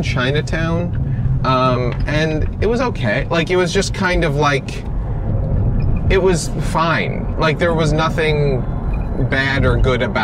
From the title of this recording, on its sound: In the Car